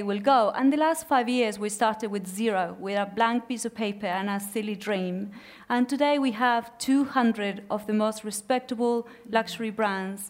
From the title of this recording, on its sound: recorded at Selfridges